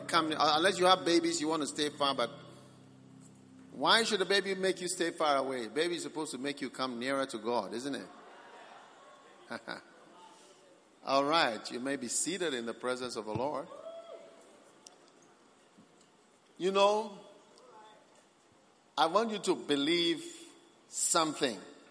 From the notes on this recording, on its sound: Preached at the Christmas Service, First Love Center.